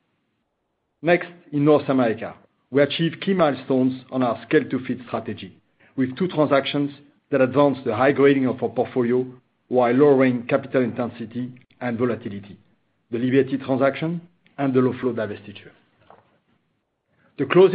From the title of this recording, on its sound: Schlumberger Limited Q3 2020 Earnings Conference Call